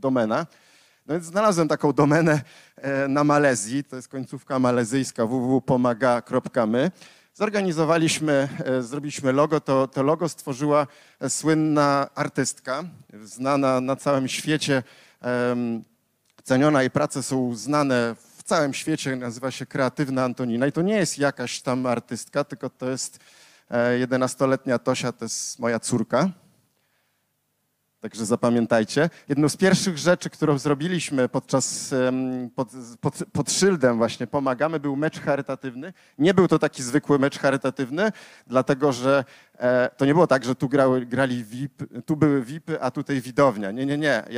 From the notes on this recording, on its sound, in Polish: Odcinek jest nagraniem wystąpienia z Weekendu Kapitalizmu - trzech dni celebracji wolności, niezależności i dobrego biznesu; prelekcji, debat i pokazów filmowych. Warszawskim Teatrze Palladium.